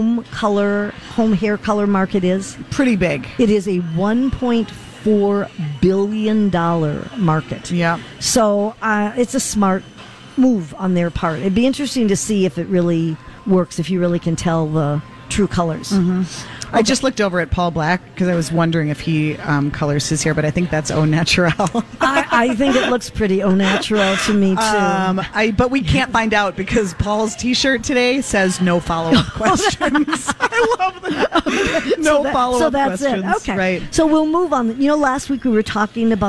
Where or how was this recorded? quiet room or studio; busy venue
busy venue